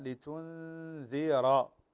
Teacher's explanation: فالراء هنا لحفص مفخمة ساكنة وما قبلها مكسور ليس بعدها حرف استعلاء